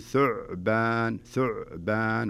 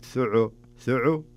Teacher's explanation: وفي ملاحظة لاحظت أنها تكررت معك أنت، في قوله تعالى فإذا هي ثعبان، لا تقول ثعبان ثعو، لا تمسك العين شوية ما يصير فيها قلقلة · Shown in: first take